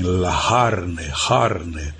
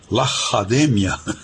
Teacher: Lá em Firenze, na Itália, existe um museu, um dos tantos museus maravilhosos que existem lá, L'Accademia, que, como você sabe, os fiorentinos têm uma pronúncia particular para o C, né? Eles falam o C quase como um H aspirado, carne, que em italiano é carne, eles dizem la carne, carne.